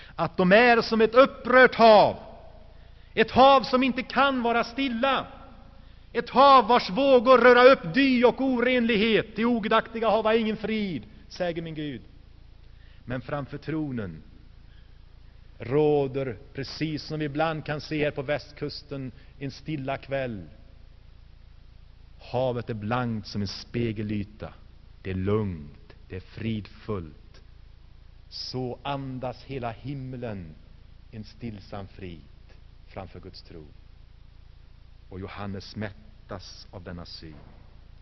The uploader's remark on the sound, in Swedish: Inspelad i Saronkyrkan, G&#246;teborg 1985-01-27.